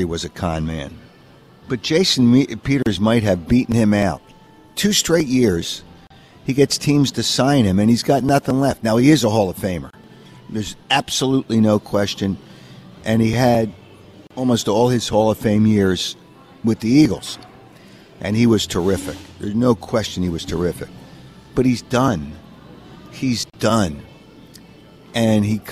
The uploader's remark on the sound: Live from the Borgata.